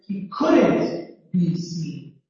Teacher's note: Normally my stress, especially in modal verbs, especially when the modal verb is negative, is that my primary stress is going to be in the modal verb that confirms that something is not possible. And there's going to be secondary stress, not at the same level, but also in the sentence that the verb seen, the main verb. · I rise up to the couldn't, then I lower to the be